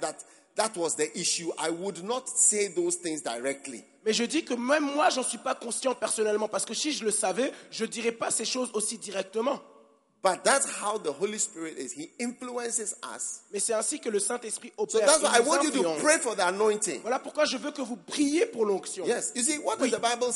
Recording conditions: live audience